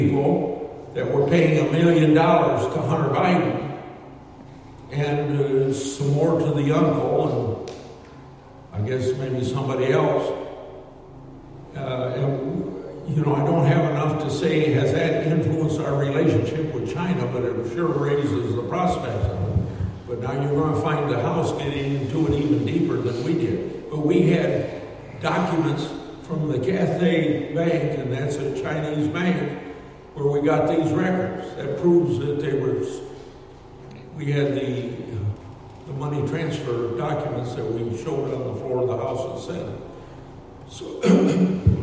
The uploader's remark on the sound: Q & A at Gingerich Well & Pump Service in Kalona, Iowa